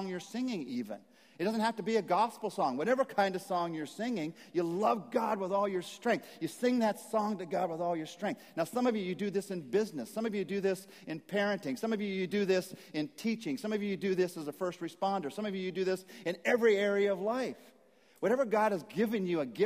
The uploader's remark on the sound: message at Saddleback Church